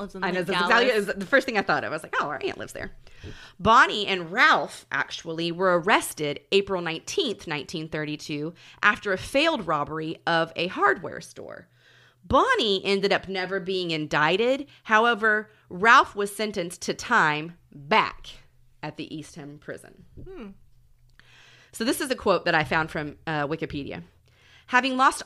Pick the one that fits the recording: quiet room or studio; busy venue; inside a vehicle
quiet room or studio